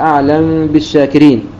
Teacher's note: قال وتسكن عنه الميم من قبل بائها، إذا وقعت الميم وبعدها حرف الباء طبعا لابد أن يكون من كلمتين، فإنه في هذه الحالة يسكن الميم، فالنسوس يسكن الميم ثم يخفيها عند الباء مع الغنة، ويلزم من ذلك الغنة بمقدار حركتين، فتكون عندئذ إخفاء شفويا، فتكون عندئذ من قبيل إخفاء شفوي عند السوسي.